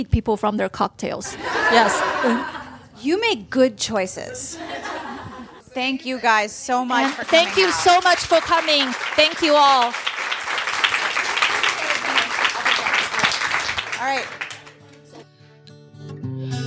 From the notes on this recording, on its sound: Live at Loyalty Books. Two live recordings, back to back! I recorded this on Friday, 25 October, 2019, at the Loyalty Bookstore in Washington DC. In the middle we have crashing cups, a spontaneous reading from the author, and a special additional guest.